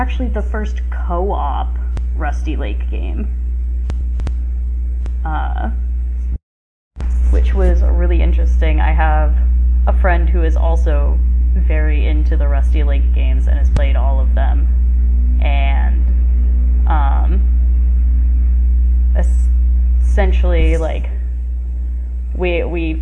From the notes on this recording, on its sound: Apologies for any audio issues! We had some hiccups this time but hopefully it's not too bad!